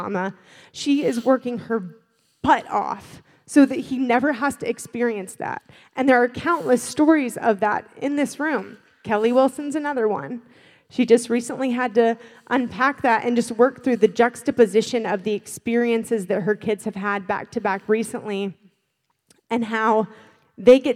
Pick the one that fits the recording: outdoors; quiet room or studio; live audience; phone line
live audience